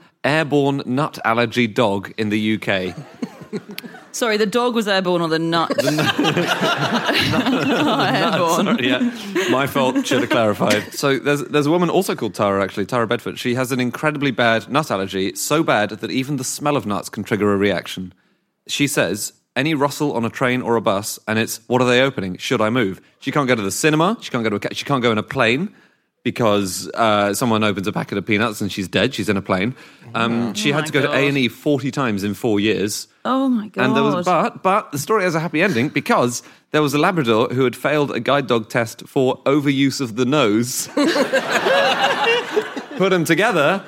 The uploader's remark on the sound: Live from the Salford Lowry theatre